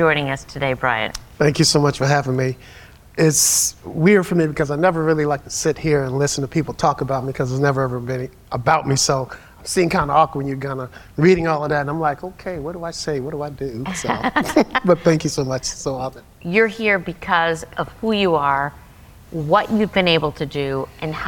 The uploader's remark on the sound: Live edition of Seniority Authority from the Leading Age Summit in Washington, D.C.